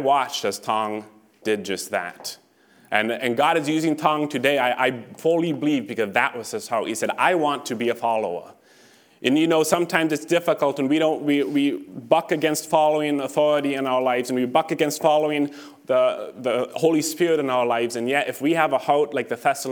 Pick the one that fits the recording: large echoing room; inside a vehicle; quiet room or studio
large echoing room